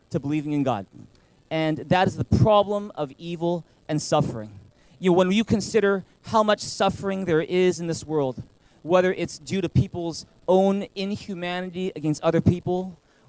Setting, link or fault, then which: setting, large echoing room